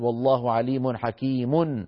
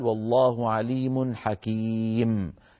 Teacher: بميم ساكنة مع حذف التنوين من آخره · Shown in: second take